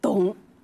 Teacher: 它在吴方言当中它就念同，这就是保留浊音声母的读法